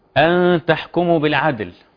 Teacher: الحفاظ على إسكان الدال الواقعة قبل اللام الساكنة في آخر الكلمة